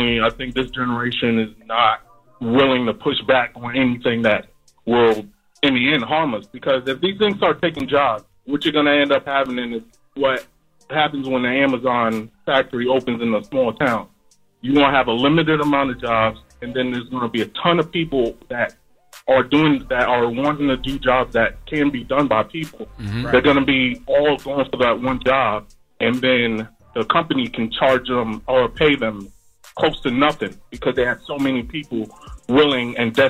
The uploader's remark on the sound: Today we open up the phone lines